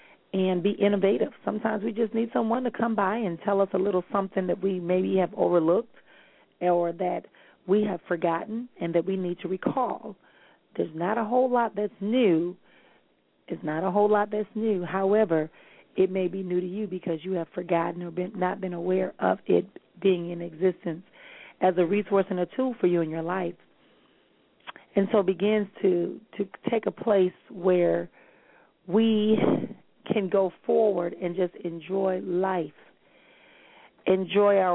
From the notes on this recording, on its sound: callers may call in with questions